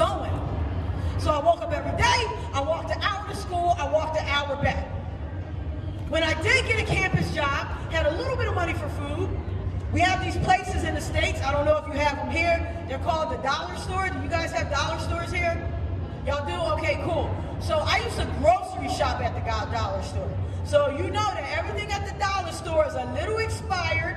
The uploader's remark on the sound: Live From Toronto Canada